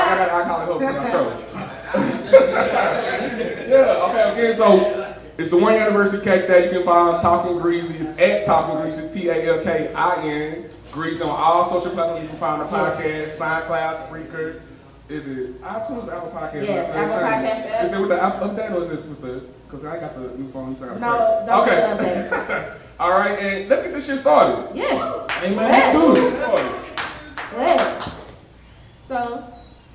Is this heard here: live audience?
yes